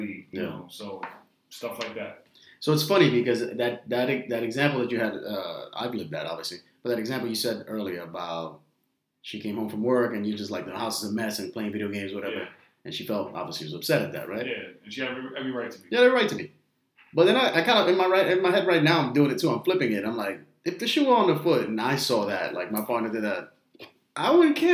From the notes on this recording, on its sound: Please excuse the audio as always...